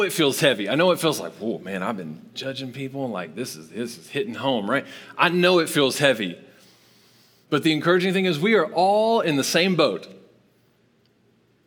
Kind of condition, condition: setting, large echoing room